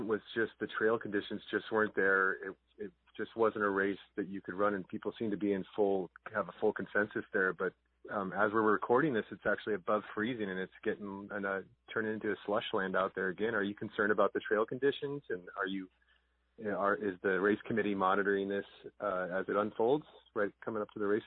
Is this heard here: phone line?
yes